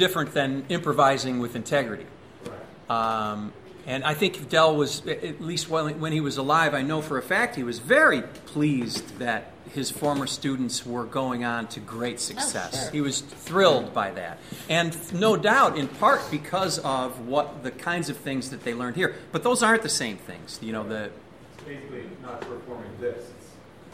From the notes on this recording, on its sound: answer questions from the audience.